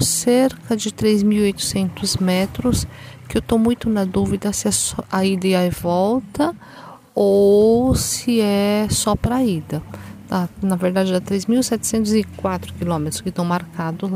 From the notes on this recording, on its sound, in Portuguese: Almas-Serras Gerais-Tocantins. Gravei ao vivo e mesmo com a música de fundo, não deu para disfarçar o som ambiente que tocava no local.